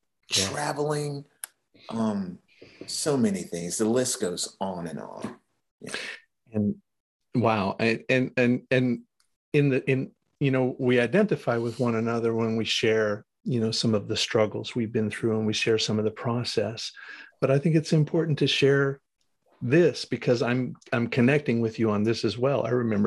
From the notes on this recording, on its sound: Recorded 10.12.2021 from Raleigh, NC & Atlanta, GA on Zoom